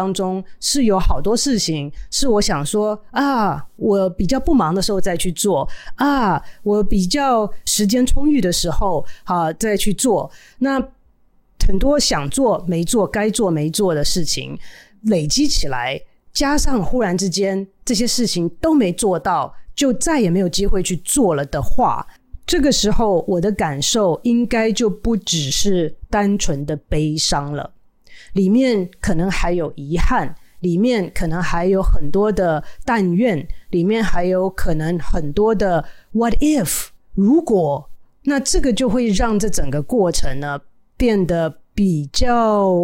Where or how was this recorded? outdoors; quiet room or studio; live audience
quiet room or studio